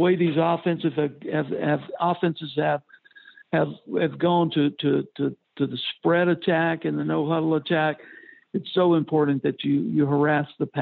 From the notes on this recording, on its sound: joined on the Modern Woodmen phone line